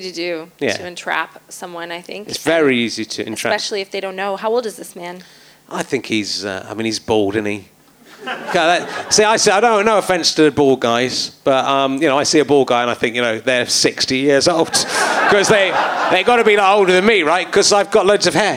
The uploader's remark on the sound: Leicester Square Theatre Podcast. To the consternation of his audience who just want to hear the old ones.